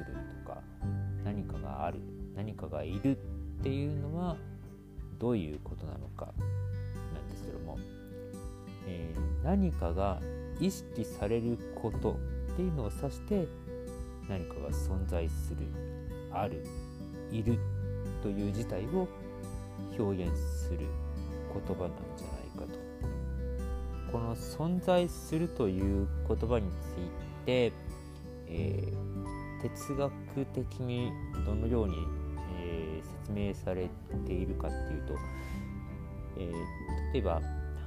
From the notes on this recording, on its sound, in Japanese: 雑音が多くなってしまった上、音声が小さくなりました。